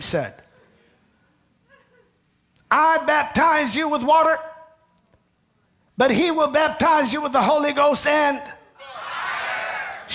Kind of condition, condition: setting, large echoing room